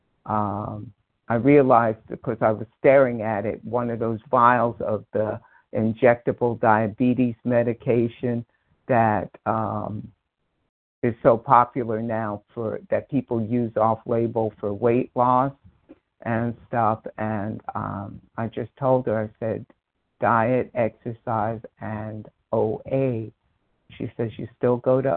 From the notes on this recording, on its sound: 100 Pounders Phone Meeting, 8/21/23